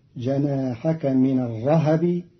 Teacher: قرأ قالون كلمة الرهب بتحريك الهاء فتصير جناحك من الرهب في إحدى لغاتها عند العرب.